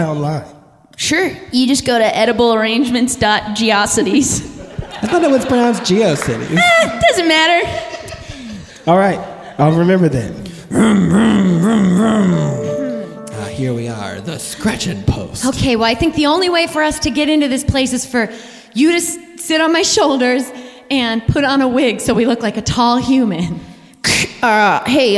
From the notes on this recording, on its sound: Live from LA Podfest.